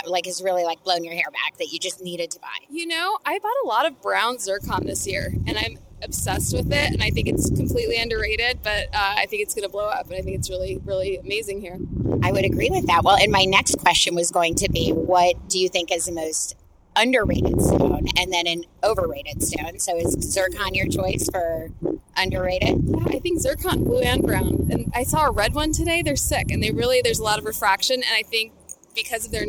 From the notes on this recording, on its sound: We stopped a handful of designers and industry tastemakers in the aisles of "the tents," in the back lot of the Tucson Convention Center, in the lobby of Pueblo and, in one case, underneath a highway overpass. While the sound-quality on some of these rapid-fire interviews admittedly isn't studio-quality, we're delighted to share the joy, excitement, laughter and passion that was conveyed during these "man on the street" encounters.